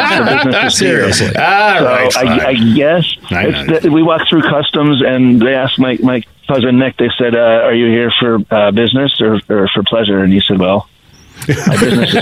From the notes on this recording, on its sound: phones in from Belgium